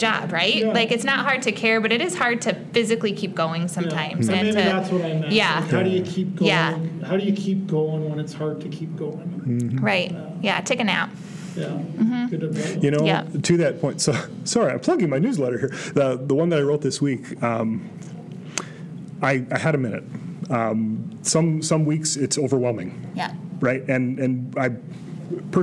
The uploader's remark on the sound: Recorded in front of a live audience at the Christian Educators’ Association Conference. We had the joy of recording a live episode at the Christian Educators’ Association Convention held in South Bend, Indiana in October 2023. It was great to connect with some fans of the show while we were there.